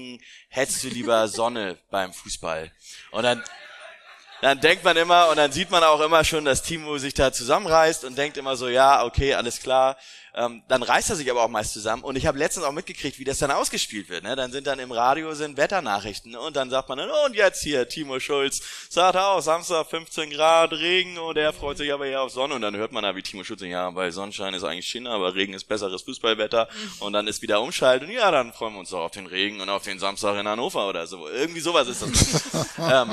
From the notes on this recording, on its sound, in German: Nach zwei Jahren pandemiebedingter Pause konnten wir endlich wieder eine Sendung vor Publikum abhalten.